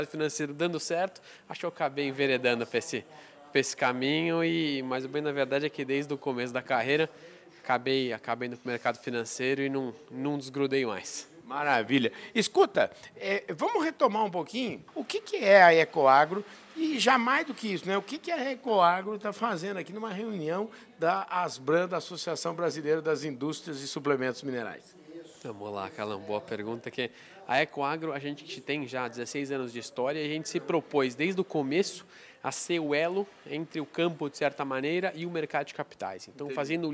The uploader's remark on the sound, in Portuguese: Gravada durante a reunião mensal da Asbram, em São Paulo.